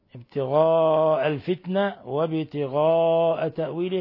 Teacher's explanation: مد متصل حيث اتصلت الهمزة بحرف المد في نفس الكلمة ابتغاء الفتنة يمد من 4 إلى 5 حركات وبتغاء تأويل وبتغاء